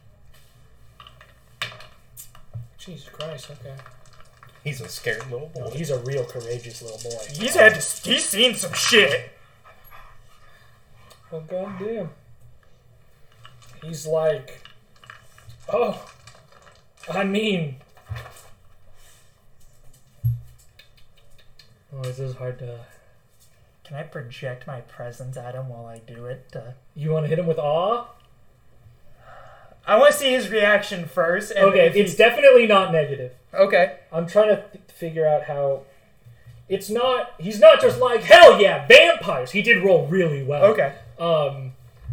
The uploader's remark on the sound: The full unedited audio of our second session, be warned that the audio is unbalanced. We are still working on the mic problems.